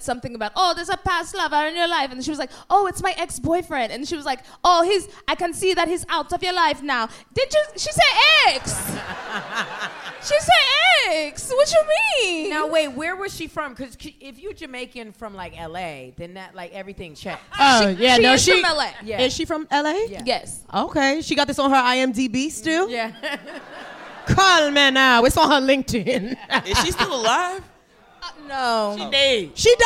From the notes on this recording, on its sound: Live from the Bell House theatre in Brooklyn New York